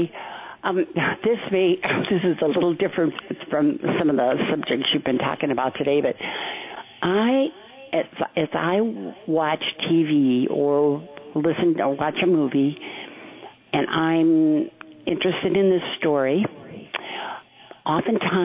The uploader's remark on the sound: open phones